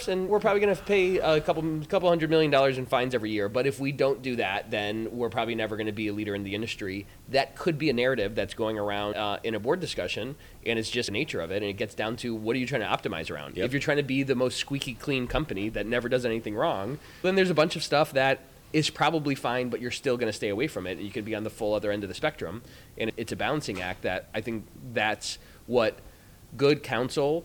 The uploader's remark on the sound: Live at ECI